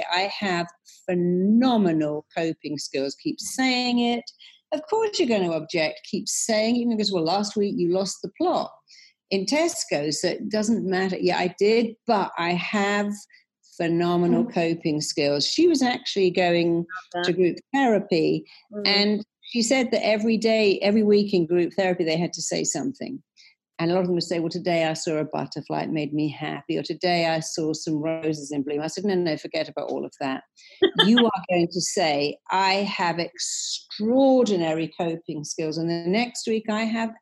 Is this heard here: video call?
yes